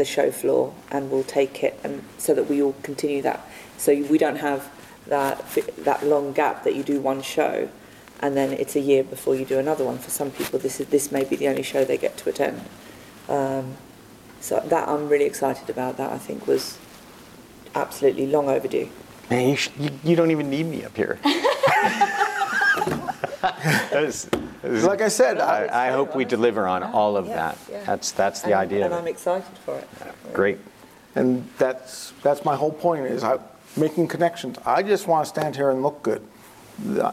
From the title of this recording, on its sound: Live From InfoComm 2022